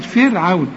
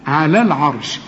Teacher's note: هي عليها سكون، لا عليها فتحة عشان نقول تفخم، ولا عليها ضمة، ايه وضعها؟ الراء اللي زي دي اللي عليها السكون، شوف الحرف اللي قبلها اذا كان مفتوح زي العين تفخم الراء، مكسور رقق الراء